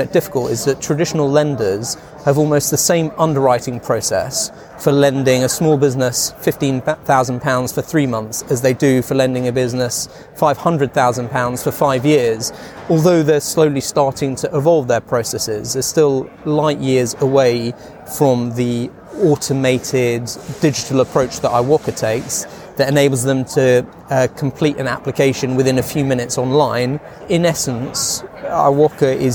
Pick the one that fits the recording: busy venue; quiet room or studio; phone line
busy venue